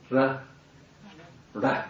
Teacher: Yeah, the R, but it's like an, if you hear Indians pronounce an R, it's somewhat, almost with the tongue against the teeth. Ra, ra, like a rolling R. Not such a soft R as we have in English.